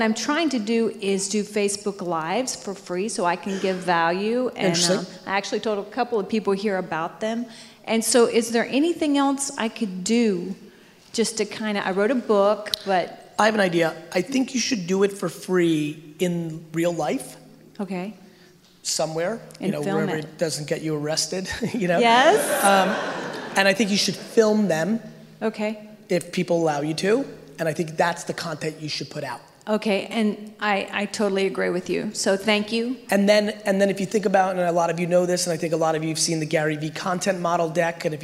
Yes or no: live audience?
yes